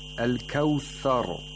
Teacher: you have to pronounce the ra with tafkhim, because ra has fatha.